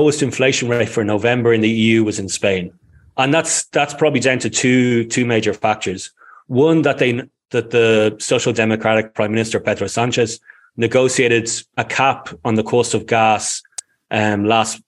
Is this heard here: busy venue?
no